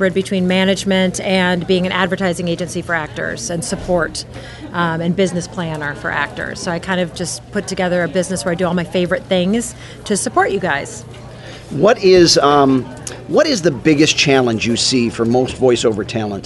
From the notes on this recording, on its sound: Live from Faffcon 6; San Antonio, TX. Guest-hosts in front of a live audience. We want to thank everyone both on the show and in the live audience!